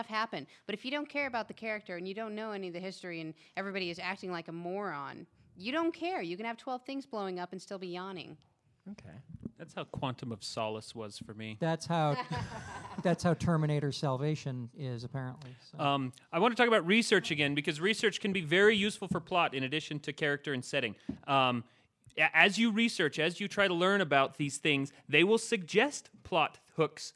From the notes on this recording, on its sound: This episode was recorded live at CONduit in Salt Lake City